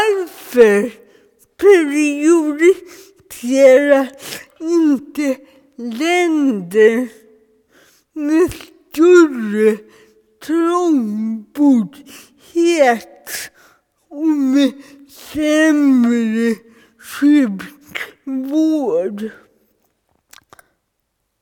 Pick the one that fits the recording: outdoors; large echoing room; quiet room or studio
large echoing room